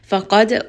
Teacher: qaf is going to be heavy, dal has qalqala